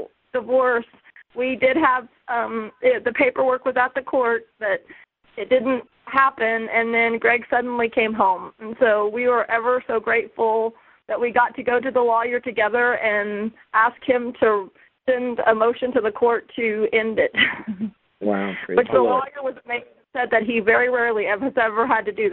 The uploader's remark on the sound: CONFERENCE CALL